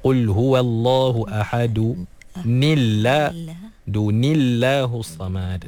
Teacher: bila kita baca dengan baris bawah pada tanwin tu, automatik lafzul jalalah dinipiskan, ditarqiqkan. Jadi asalnya tebal Allahu.